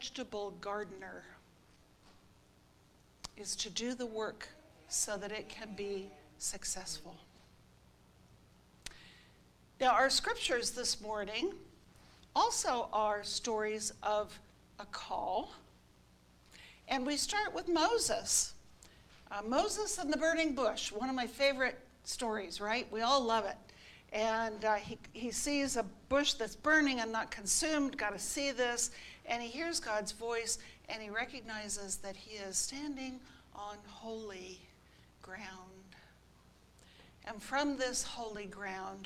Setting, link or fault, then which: setting, large echoing room